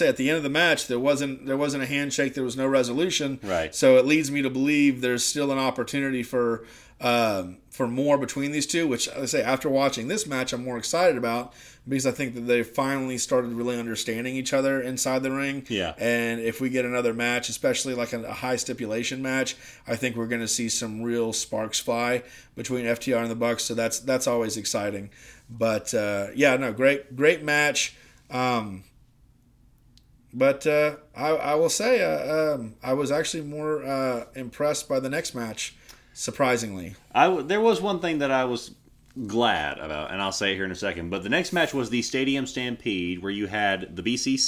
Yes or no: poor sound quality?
no